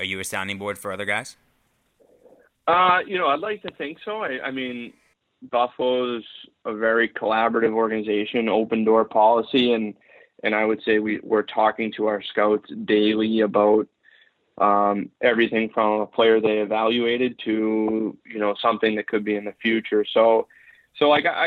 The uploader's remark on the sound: gets on the phone